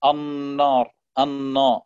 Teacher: أحيانا يفخمون النون المشدد، مثلا النون المشدد يفخم في بعض الكلمات ممن يعني يكون لا يعلم علم التجويد بشكل جيد، فأحيانا يفخم النون النار النا، فيرفع لسانه إلى الأعلى فتفخم الغنة معها.